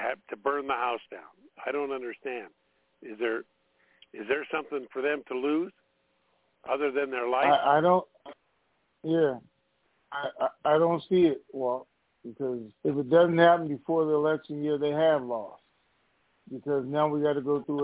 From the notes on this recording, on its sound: TNTSuperfantastictic Conference Call